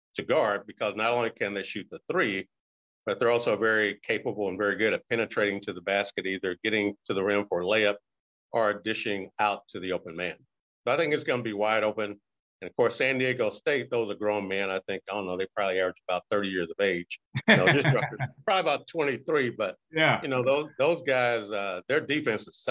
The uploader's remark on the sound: Birthday Zoom